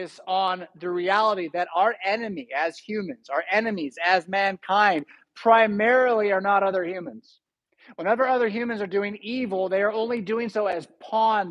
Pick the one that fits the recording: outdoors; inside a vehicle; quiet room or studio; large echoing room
large echoing room